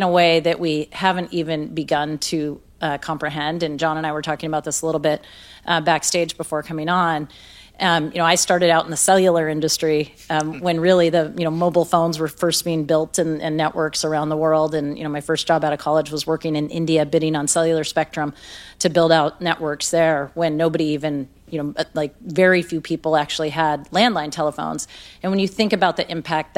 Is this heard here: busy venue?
yes